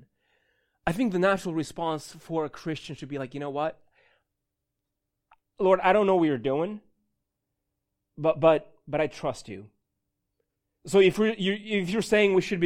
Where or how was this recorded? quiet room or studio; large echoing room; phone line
large echoing room